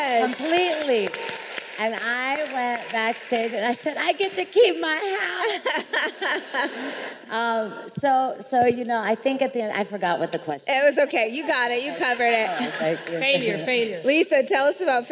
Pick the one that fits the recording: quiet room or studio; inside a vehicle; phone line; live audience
live audience